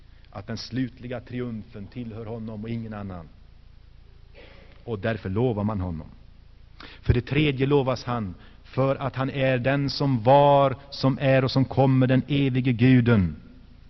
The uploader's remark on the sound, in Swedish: Inspelad i Saronkyrkan, G&#246;teborg 1985-01-27.